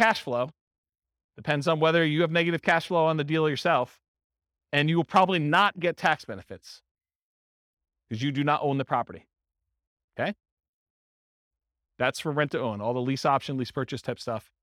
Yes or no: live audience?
yes